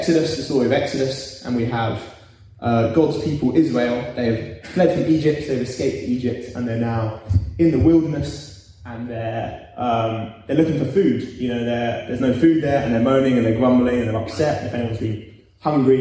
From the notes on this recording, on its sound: Recorded live at our Sunday Service in Harris Academy Purley, Croydon.